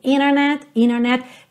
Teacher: você tem um T que vem logo depois de uma letra N, às vezes esse T some